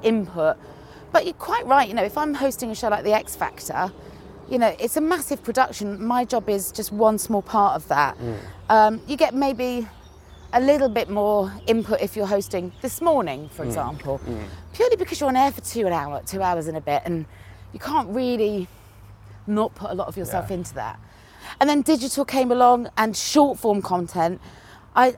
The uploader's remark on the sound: a walk around Clapham Common